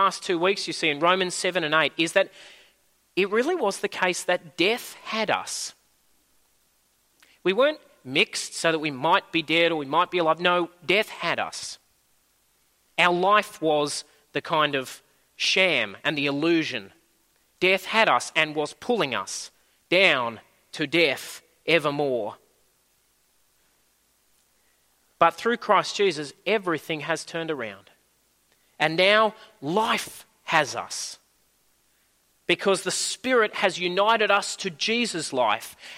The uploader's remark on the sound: At a Church in the Graveyard service